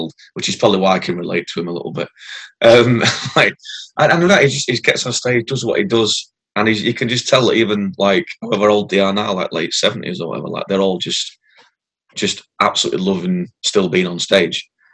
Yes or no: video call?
yes